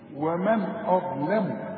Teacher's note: الواو والميم والنون مرققين، والهمزة مرققة، الضاء هي المفخمة، اللام مرققة، الميم مرققة.